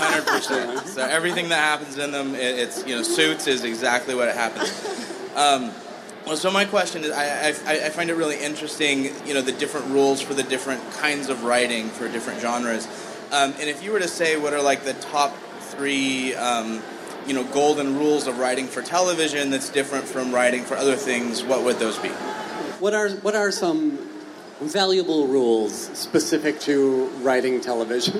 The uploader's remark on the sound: SXSW. Take questions from the audience.